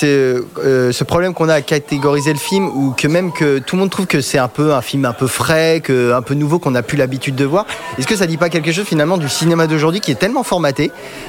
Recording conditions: busy venue